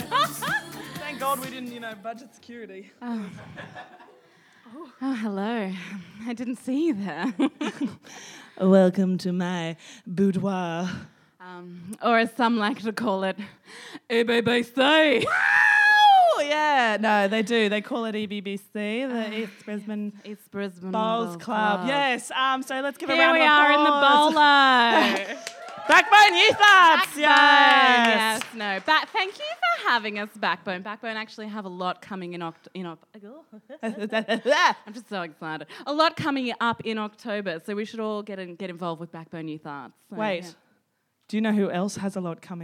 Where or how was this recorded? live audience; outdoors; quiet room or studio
live audience